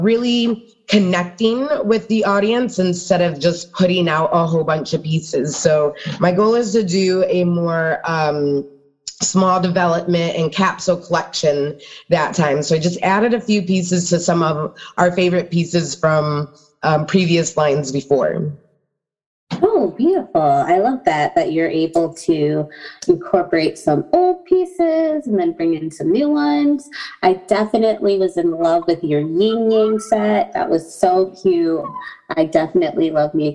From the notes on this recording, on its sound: Episode was recorded on zoom. Sound quality may be better with earbuds.